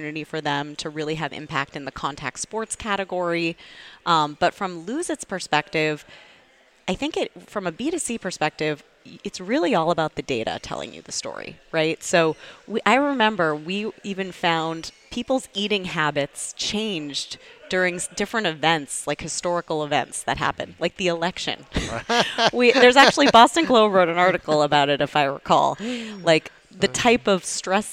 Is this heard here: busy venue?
yes